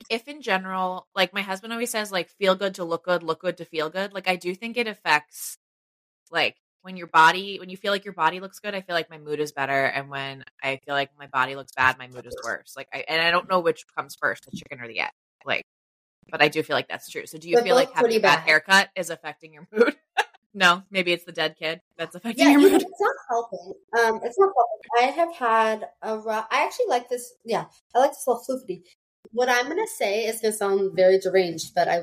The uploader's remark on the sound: The internet was not our friend during this recording. Apologies for the pure chaos that unfolds as we tried to record a simple life update!